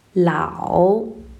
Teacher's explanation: la voce parte abbastanza in basso, scende fino al punto più basso e drizzare fino al punto più alto · Term: terzo tono